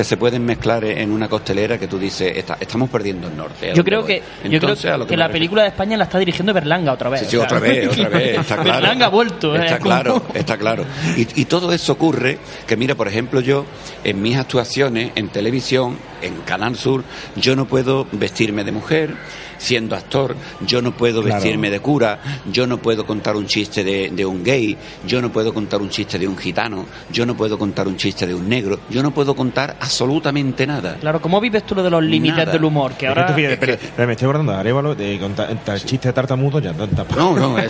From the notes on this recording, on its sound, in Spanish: Certamen Audiovisual de Cabra. Grabada en la 24 edición del “Certamen de creación audiovisual de Cabra. Hasta el certamen nos desplazamos parte del equipo.